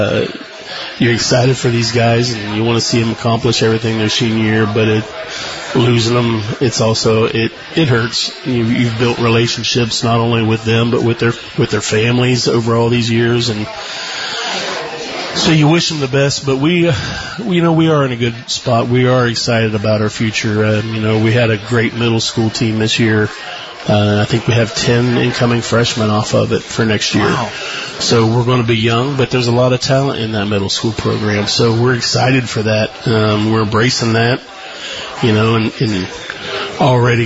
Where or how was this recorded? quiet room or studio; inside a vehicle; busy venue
busy venue